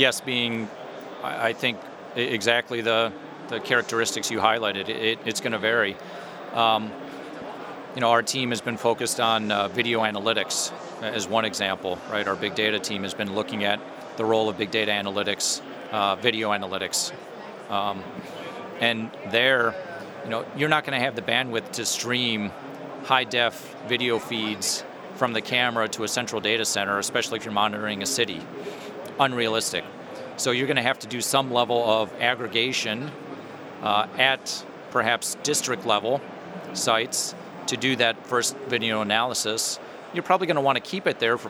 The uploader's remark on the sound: Live from HP Discover. In this archive of a livecast from HP Discover.